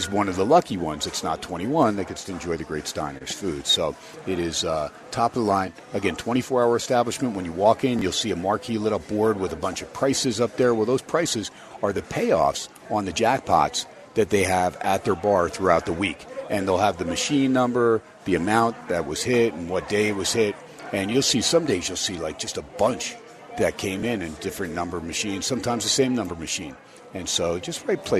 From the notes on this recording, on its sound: HUMP DAY AT STEINERS PUB. "Live" from #SteinersPub #LasVegas.